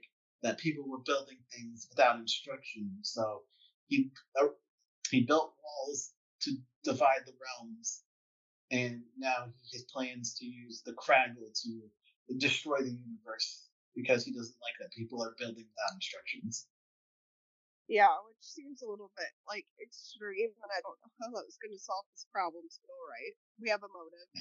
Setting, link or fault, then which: fault, poor sound quality